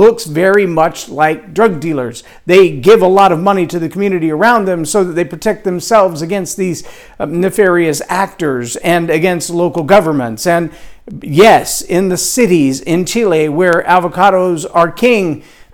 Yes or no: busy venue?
no